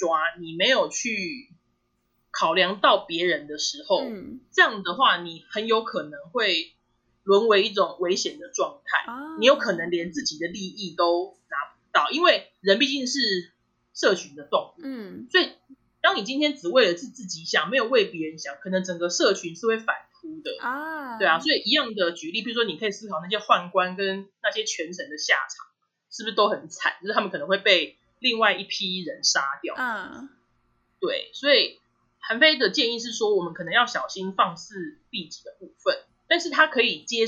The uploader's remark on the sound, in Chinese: 由於為線上訪談，音質受網路狀況及技術層面影響，請多包涵。